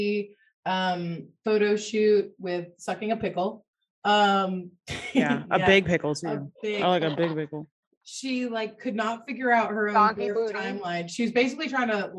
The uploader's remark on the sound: joins us in the BMB Zoom Room